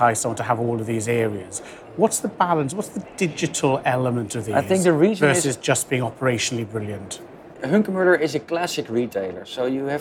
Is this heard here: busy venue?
yes